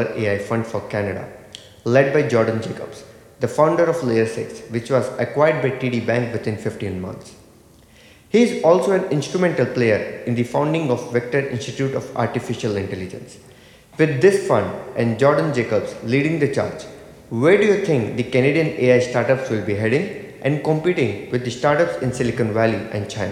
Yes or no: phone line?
no